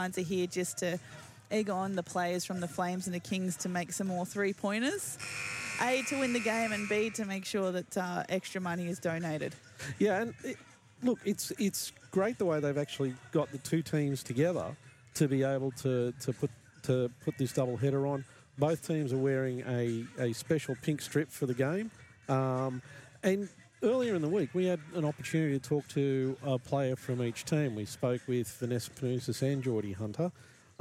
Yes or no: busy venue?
yes